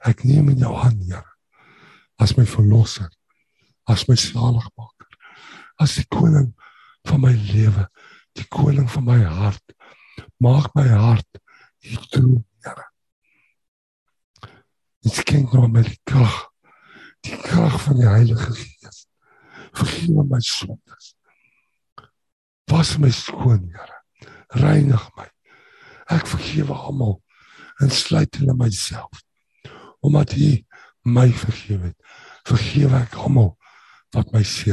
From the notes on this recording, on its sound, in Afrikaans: Zoom Byeenkoms.